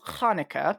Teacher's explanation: In Hebrew, it's represented by the letter chet, but the name for the sound is an uvular fricative.